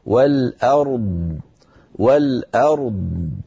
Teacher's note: أخونا من اليمن أعطى الراء حقها من التفخيم والبينية، والأر، ثم انتقل إلى الضاد فأعطاها حقها من الرخاوة والتفخيم والاستطالة